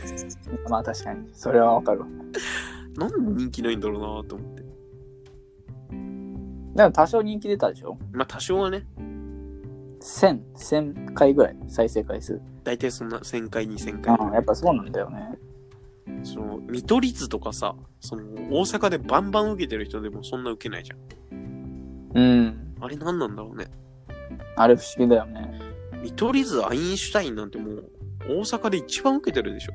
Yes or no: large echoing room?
no